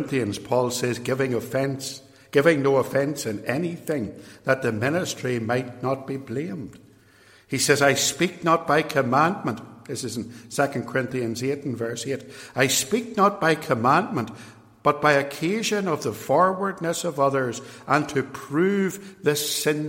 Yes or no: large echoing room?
yes